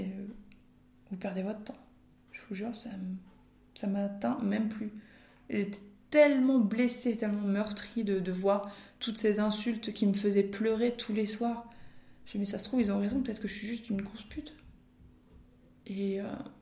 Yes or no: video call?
no